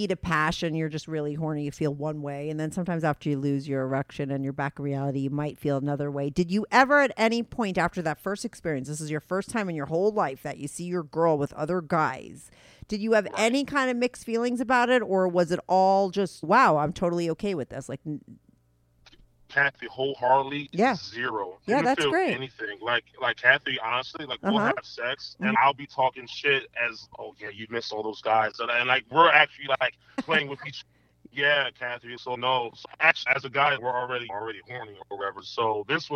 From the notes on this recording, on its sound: They both called in to talk all about it.